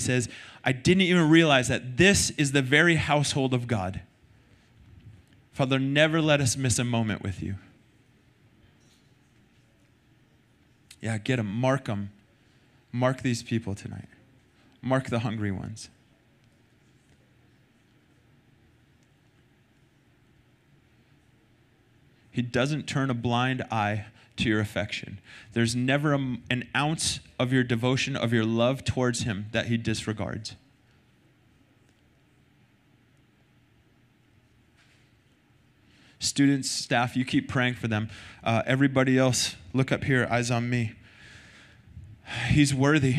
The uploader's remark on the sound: Recorded sunday night service 3-12-2023